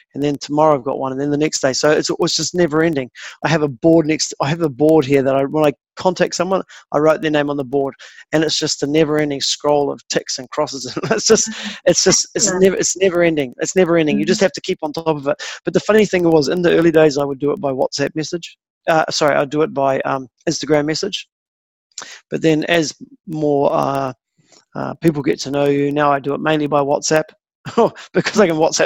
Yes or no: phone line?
no